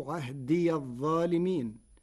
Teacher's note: قرأ ورش كلمتي عهد الظالمين بفتح الياء وصلا فتصير عهدي الظالمين